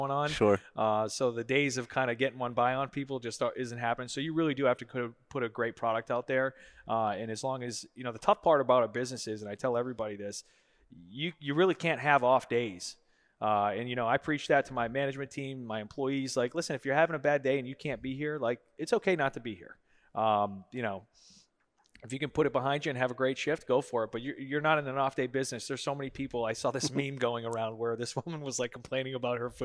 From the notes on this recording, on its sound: Recorded at Hospitality 2021 at the Aloft Delray Beach.